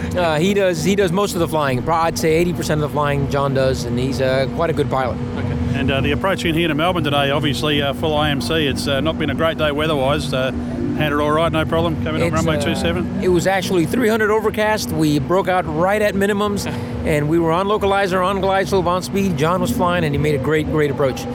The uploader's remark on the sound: The boys are recording from inside the PCDU-mobile on a wet, cold and miserable day after attending the Qantas 90th birthday celebrations in Melbourne.